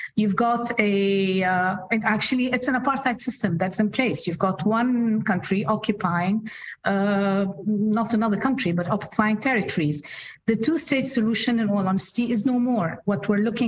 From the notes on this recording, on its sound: In this live recording of the China in the World podcast. This panel is the fifth of the Carnegie Global Dialogue Series 2022-2023.